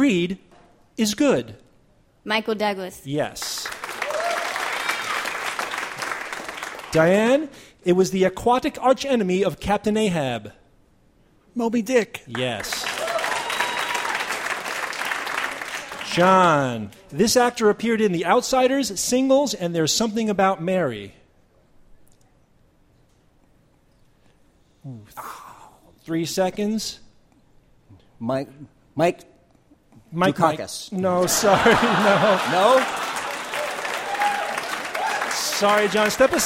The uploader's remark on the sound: Live from the 2013 World Science Festival